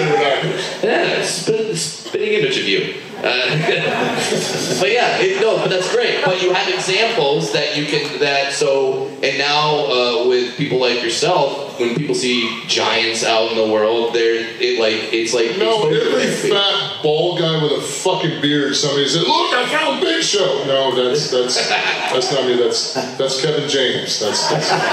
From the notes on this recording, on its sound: You never know what might happen on the … Rock & Wrestling Rager at Sea, and that includes live podcasts!